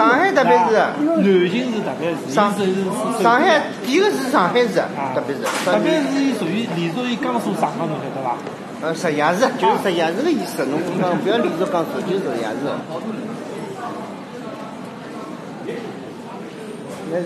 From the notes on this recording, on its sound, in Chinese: 文庙旧书市集。我去了一次文庙旧书市，录了现场的声音，采访了书友，也记录了现场的议论。